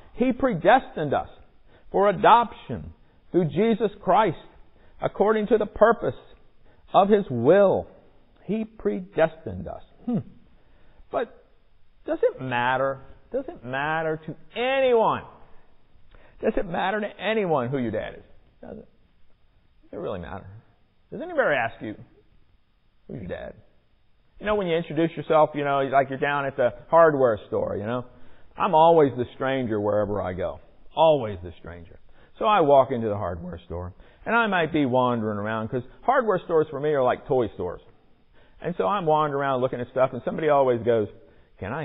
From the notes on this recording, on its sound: Recorded in the sanctuary of MPPC